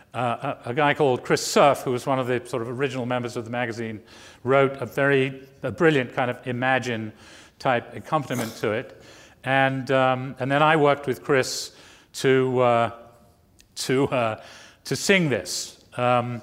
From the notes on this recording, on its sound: recorded in front of a live audience on September 10, 2015 at New York’s 92nd Street Y.